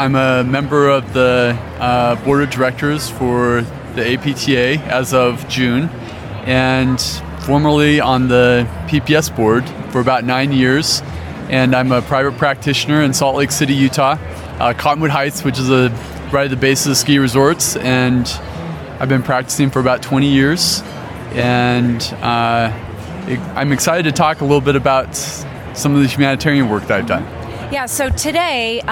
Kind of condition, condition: setting, busy venue